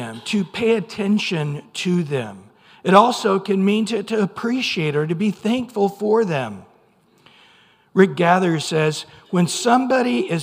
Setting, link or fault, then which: setting, large echoing room